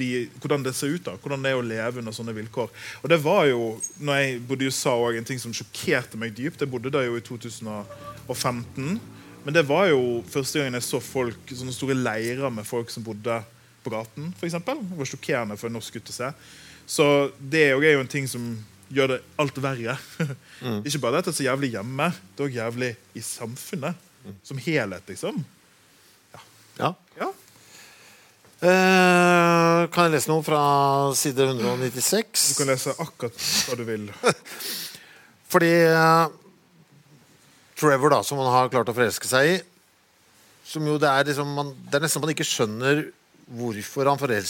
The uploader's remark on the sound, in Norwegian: Live fra Litteraturfestivalen på Lillehammer